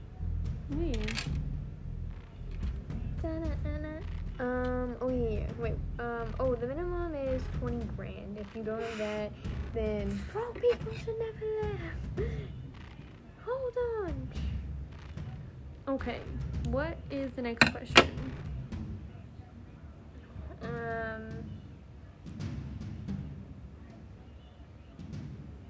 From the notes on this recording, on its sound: we answer questions while working live at the factory